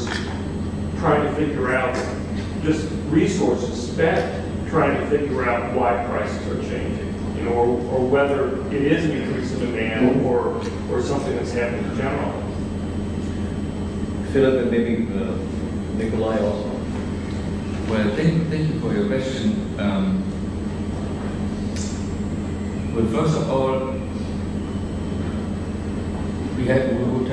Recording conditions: poor sound quality